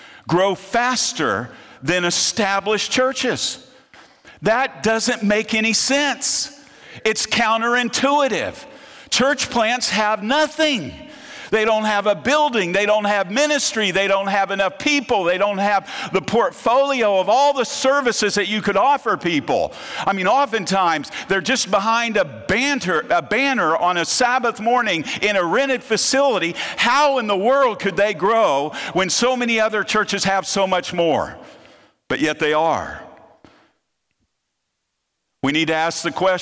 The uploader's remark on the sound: presentation from the opening night of the 2023 Propel Conference